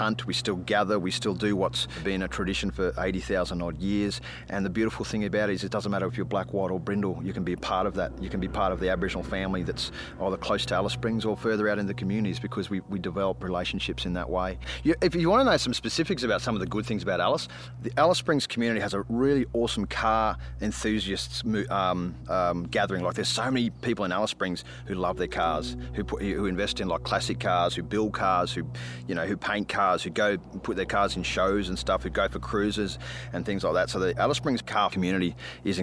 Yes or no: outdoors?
yes